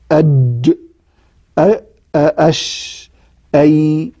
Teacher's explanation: تجد فيه اللسان يتحدب كثيرا في الجيم، أقل شوية الشين، أقل شوية الياء · Term: شجرية